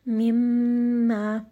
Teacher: I am spending a little bit of time on the meme with the shadda and making sure that I'm giving it proper ghunna